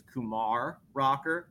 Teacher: Kumar Rocker with the accent on the second syllable